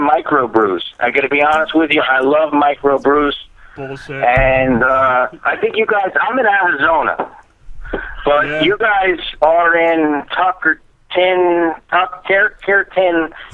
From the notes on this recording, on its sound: call in along with a fantastic new caller